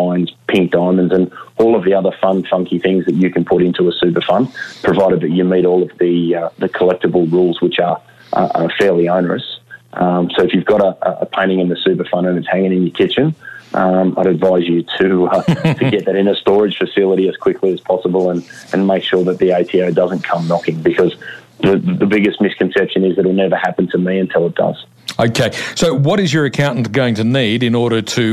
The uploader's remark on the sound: Via telephone given the new social distancing requirements that have come into play.